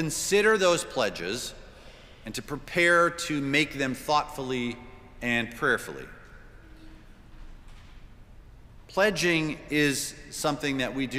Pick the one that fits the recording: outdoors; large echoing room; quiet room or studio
large echoing room